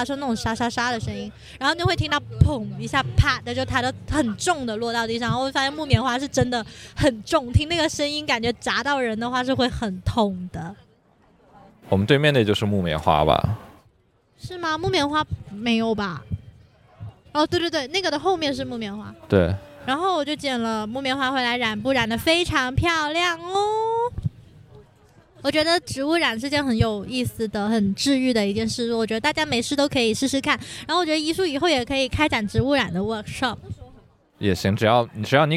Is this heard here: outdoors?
yes